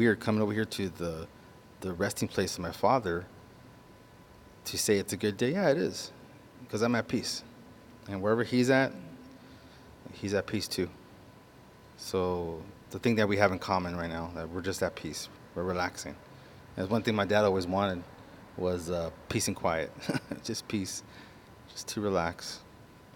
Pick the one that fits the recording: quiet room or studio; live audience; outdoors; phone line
outdoors